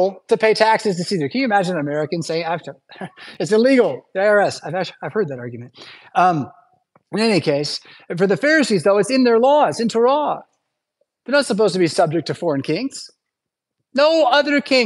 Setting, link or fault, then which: setting, large echoing room